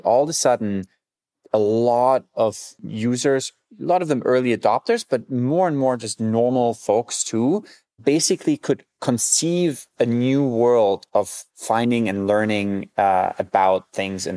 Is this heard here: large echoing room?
no